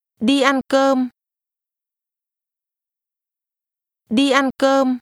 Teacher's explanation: Make sure that you pronounce all the mid-level tones at the same pitch.